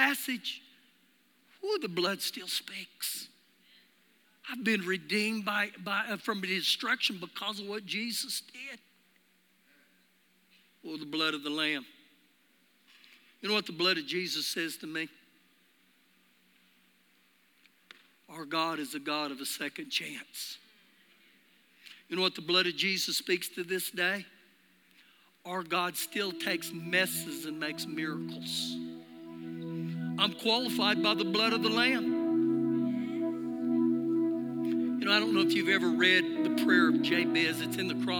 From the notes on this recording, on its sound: Recorded live during our Sunday morning service